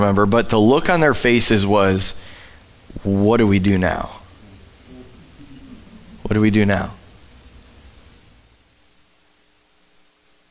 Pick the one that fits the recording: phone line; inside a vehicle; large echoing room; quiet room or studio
large echoing room